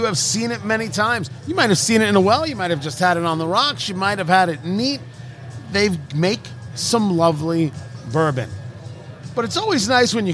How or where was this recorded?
busy venue